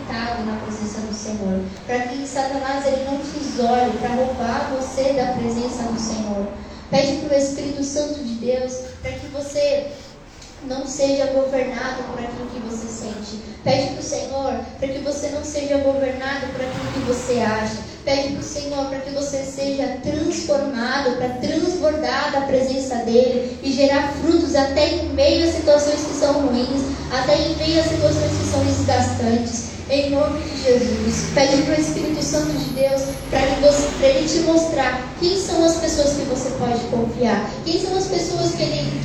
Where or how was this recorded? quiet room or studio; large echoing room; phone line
large echoing room